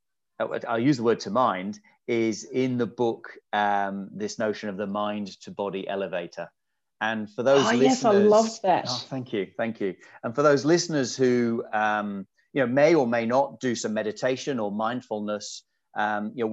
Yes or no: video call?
yes